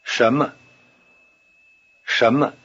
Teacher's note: In normal speech, the tone pattern of 什么 sounds rather like a rising tone over both syllables.